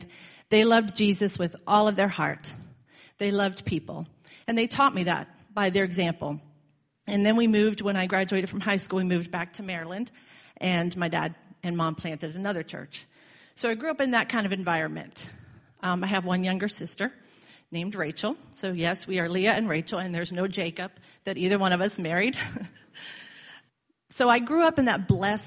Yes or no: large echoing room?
yes